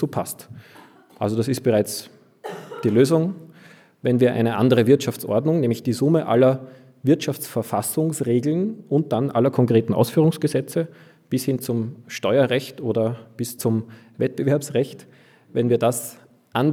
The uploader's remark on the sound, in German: Zu Gast in Graz, wo er bei der KPH/Lange Gasse referierte und sich den anschließenden Publikumsfragen stellte. In dieser Sendung hört ihr ein Interview mit dem Autor.